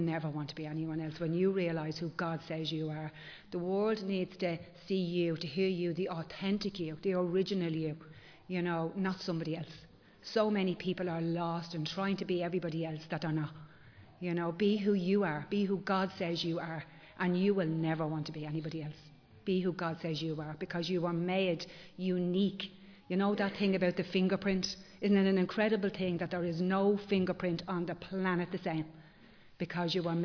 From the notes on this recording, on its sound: Recorded live in Liberty Church on 12 March 2023